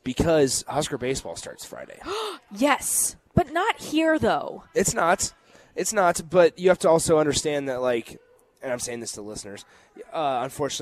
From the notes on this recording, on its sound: Live from the Upside Bar and Lounge